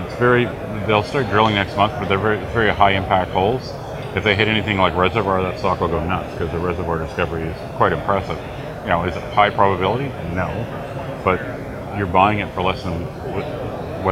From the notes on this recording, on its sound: at the World Resource Investment Conference in Vancouver